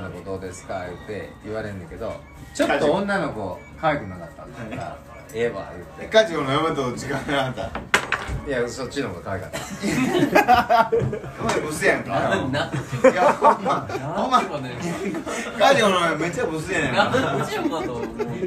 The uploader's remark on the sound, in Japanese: 高校時代のバスケ部忘年会の模様垂れ流し。おっさんの酔っ払いの会話です。そのままの様子が1番面白いかなと思い、録音中は敢えてわたくしもほぼ登場しませんし。